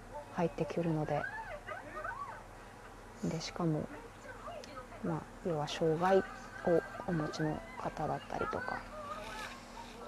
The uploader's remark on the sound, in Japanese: テレビの音声意外に入るなぁ